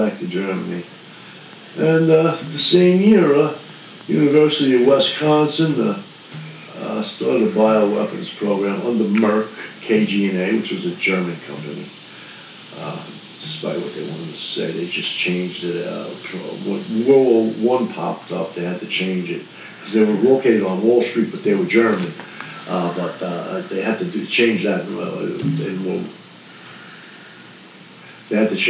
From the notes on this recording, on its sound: We are still learning the new equipment. Bear with us on audio quality.